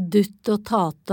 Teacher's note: de som sier dutt og tate og erstatter k-en med t